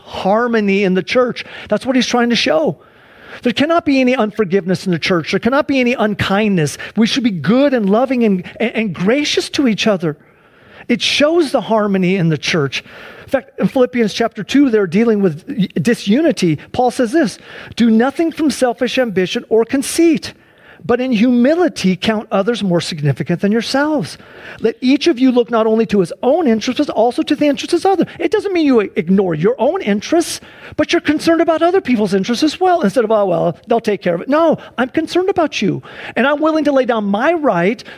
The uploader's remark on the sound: Please enjoy this Sunday church service livestream